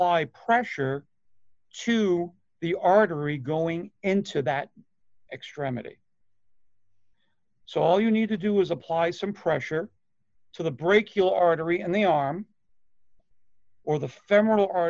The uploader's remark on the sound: Online Session Audio